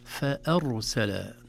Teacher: نجد أن الراء هنا مفخمة لسكونها بعد فتحة